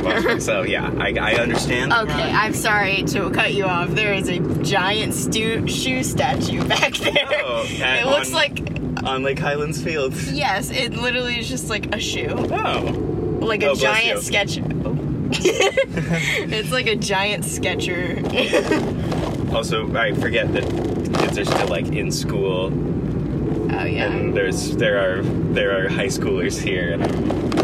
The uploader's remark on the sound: Oh goodness car audio. Took it upon themselves to see just how low quality the audio could get.